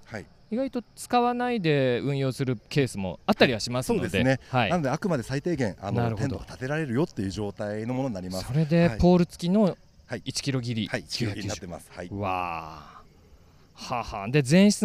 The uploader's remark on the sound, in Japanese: シマノバイカーズフェスティバル2023 ブース突撃訪問後編。収録地： 長野県諏訪郡富士見町 「富士見パノラマリゾート」。収録機材： ZOOM F3 (レコーダー)、AKG D5, C3000B（マイク）。